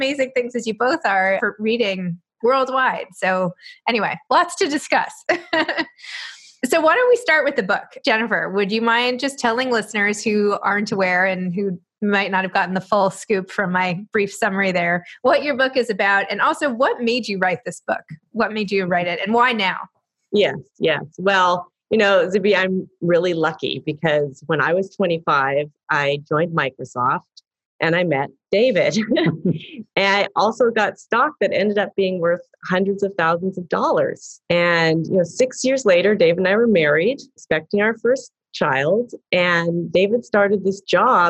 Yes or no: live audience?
no